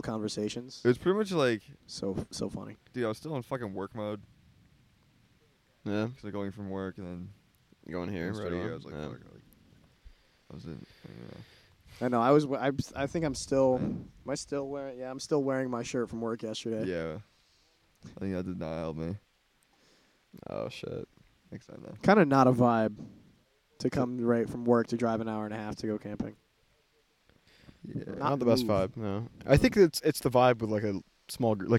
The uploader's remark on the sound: The boys tried to drunkenly record an episode, but the weather didn't agree for long, so enjoy this short of the lads hanging out in the rain.